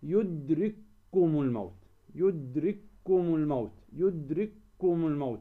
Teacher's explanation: ندغم الأولى في الثانية، الكاف الأولى والكاف الثانية ندغمهما